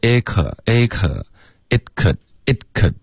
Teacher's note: It 的结尾的停顿呢没有，因为你没有顶舌尖